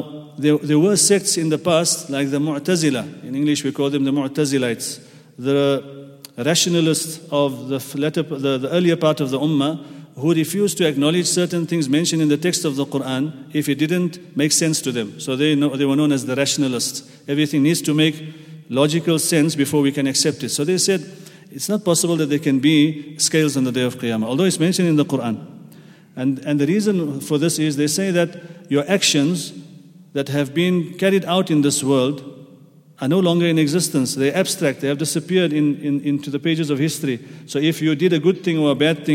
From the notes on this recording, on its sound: at the Houghton Masjid (West Street)